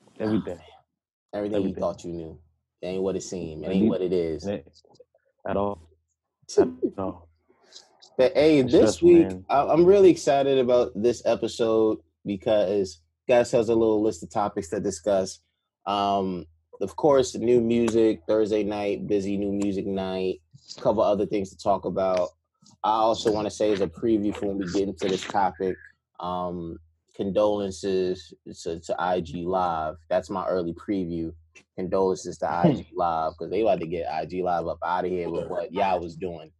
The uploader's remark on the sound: once again through Zoom